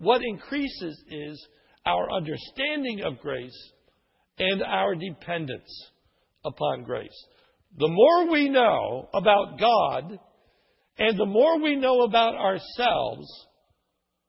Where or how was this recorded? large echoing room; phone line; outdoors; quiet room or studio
large echoing room